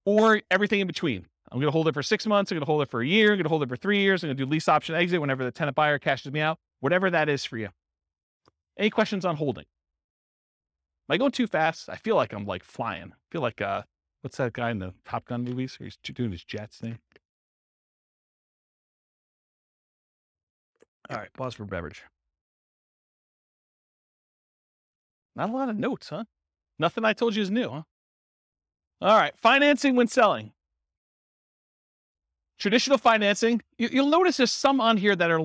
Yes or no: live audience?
yes